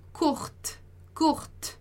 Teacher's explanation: esse E, quando ele aparece no final da palavra, ele tende a quase não existir